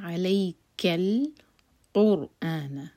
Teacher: را ساکن ہیوی، اس کے بعد حمزہ کا کٹ آف ساؤنڈ